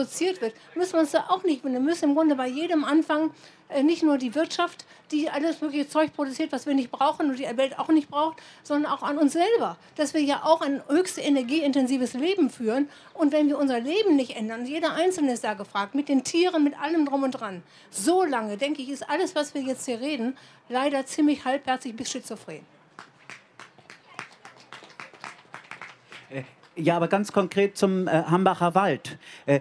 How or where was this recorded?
live audience